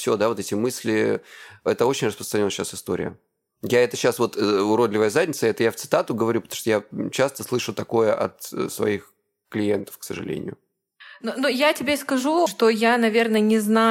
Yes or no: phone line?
no